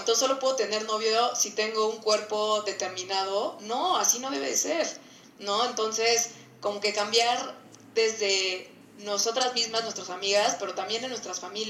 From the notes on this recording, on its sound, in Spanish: Este episodio tiene una calidad de audio menor a lo que nos hubiera gustado